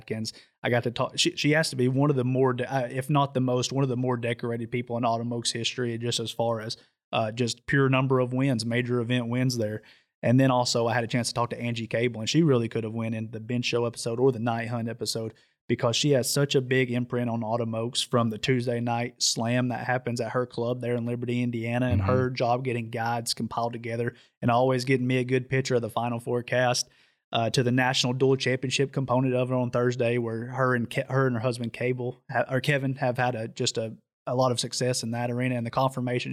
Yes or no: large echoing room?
no